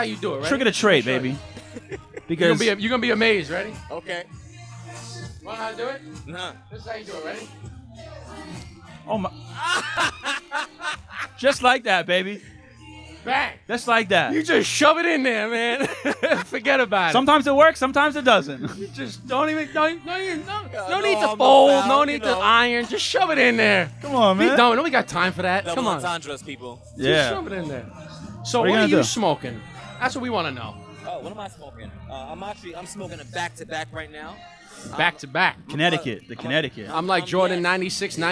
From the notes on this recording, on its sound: LIVE from New York Cigar Weekend